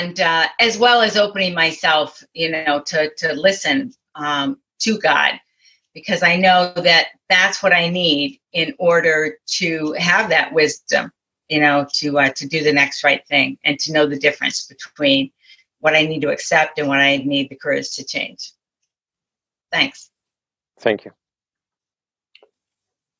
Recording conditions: video call